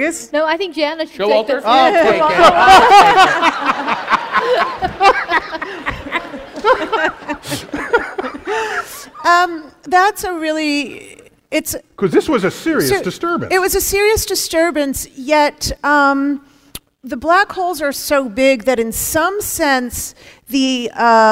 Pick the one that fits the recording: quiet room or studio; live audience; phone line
live audience